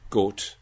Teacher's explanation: if we go to Ireland and Scotland, we get goat, pure monophthongal goat